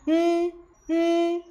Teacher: 舌尖儿轻轻地顶住你的上颚，声音从鼻腔里流出